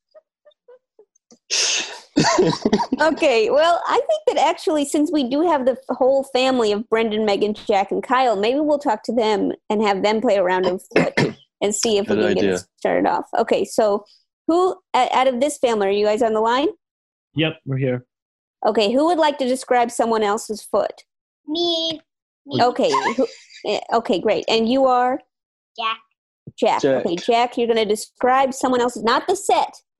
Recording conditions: video call